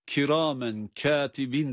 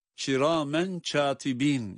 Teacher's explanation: Benim de memleketim olan Erzurum'da, efendim Bayburt, Gümüşhane, Ağrı, Kars, hatta Rize, Trabzon yörelerinde işin eğitimini yeterince almayanların kaf harflerini ç şeklinde, mesela kiramen katibin demek yerine çiramen çatibin şeklinde okuduklarına rastlarız. · Shown in: second take